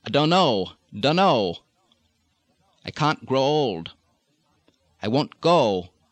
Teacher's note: The long O tends to flatten almost into an O, O, in the downeastern New England.